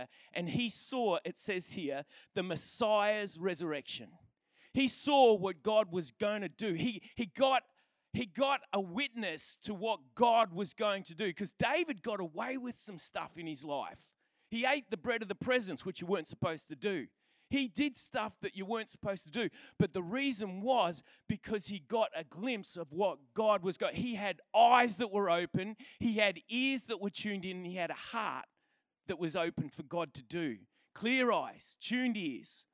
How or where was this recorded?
large echoing room